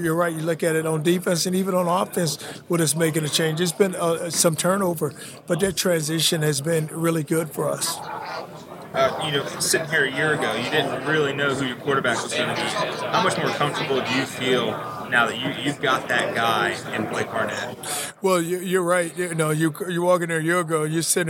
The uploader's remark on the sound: Live from AAC Media Days